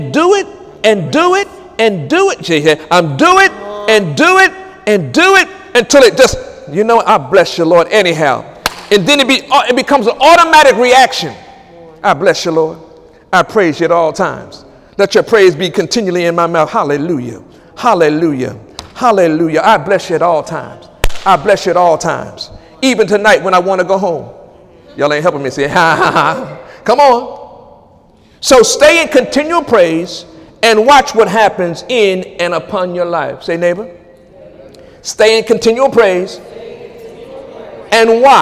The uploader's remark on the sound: During Wednesday night service on October 11, 2017